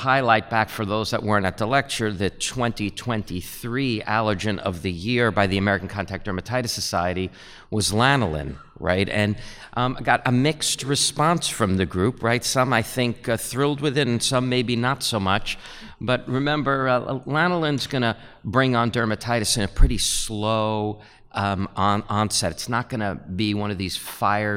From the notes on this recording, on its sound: live at Winter Clinical Hawaii 2023